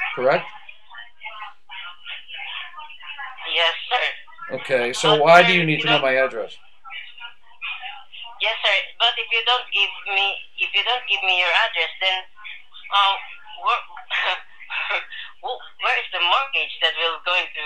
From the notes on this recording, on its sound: Recorded Phone Call from Unwanted Solicitor "Mortgage Company". This company kept calling tonight, so I decided to record them as well and see what it is they were offering.